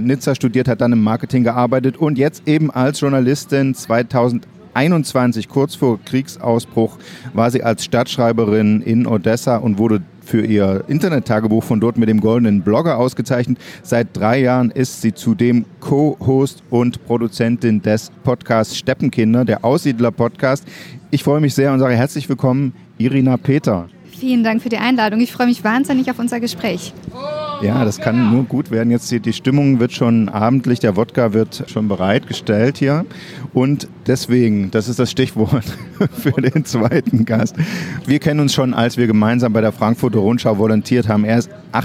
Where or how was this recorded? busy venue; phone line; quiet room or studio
busy venue